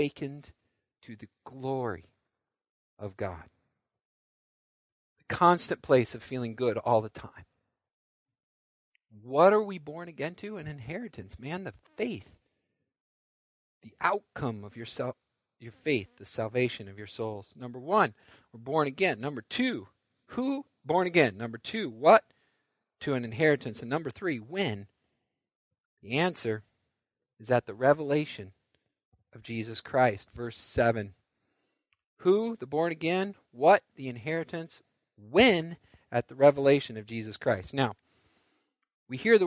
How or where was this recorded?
large echoing room